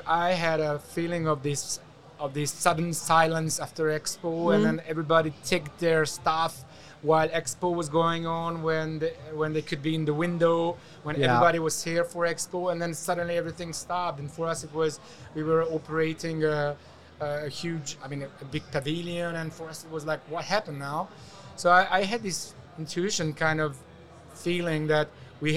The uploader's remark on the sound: These episodes were recorded at the hugely successful Middle East Event Show.